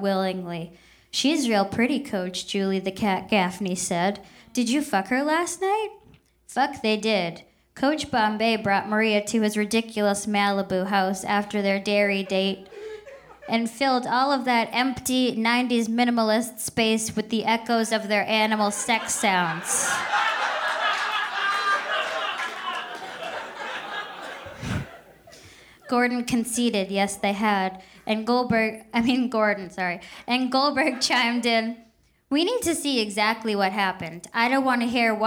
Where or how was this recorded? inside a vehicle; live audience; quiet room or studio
live audience